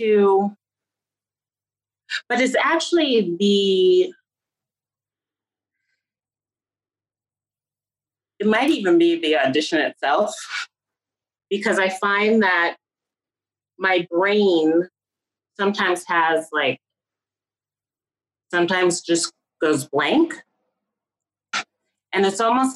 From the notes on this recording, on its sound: Speaking during lockdown from her apartment in Manhattan. Recorded via Zoom, June 2020. Studio facilities provided by irishvoiceovers.co.uk.